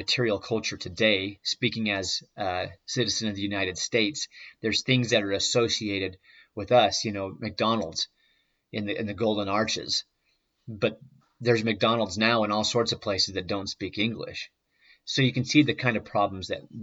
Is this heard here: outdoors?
no